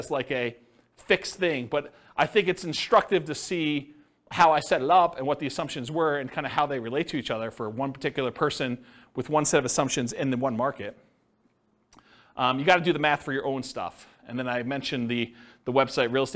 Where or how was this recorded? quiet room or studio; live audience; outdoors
live audience